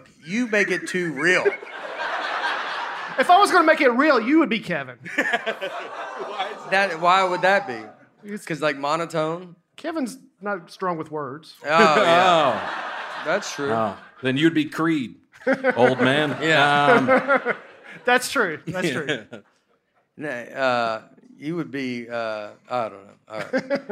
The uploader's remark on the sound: We take the show to Zanies Comedy Club in Nashville, Tennessee for our first ever episode in front of a live audience. Recording & Editing by Genovations Media.